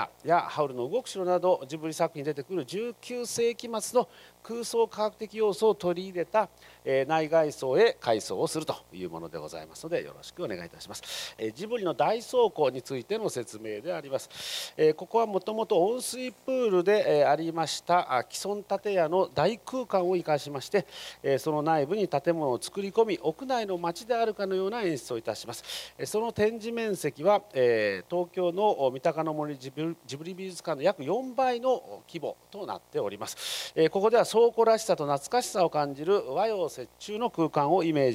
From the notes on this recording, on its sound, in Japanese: 愛知県「愛・地球博記念公園」で行われました『ジブリパーク』に関するメディア向け発表会の模様をお送りします。